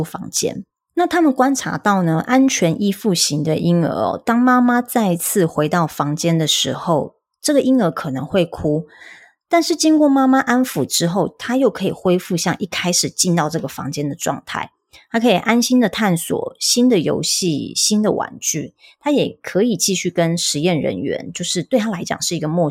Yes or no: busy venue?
no